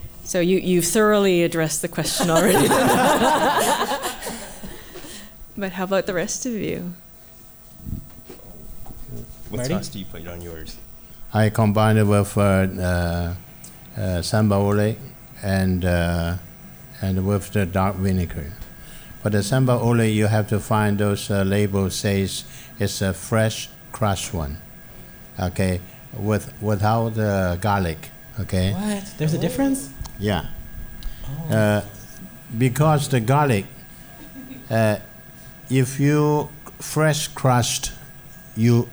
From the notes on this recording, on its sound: He flew in from Winnipeg to join us for a live panel at the Mercury Room to find out the answer.